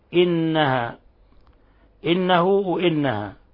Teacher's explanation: النون جاءت مشددة فتحتاج إلى غنة مقدارها حركتين · النون جاءت مشددة فلا بد أن نكز عليها بمقدار حركتين · Term: حرف غنة مشدد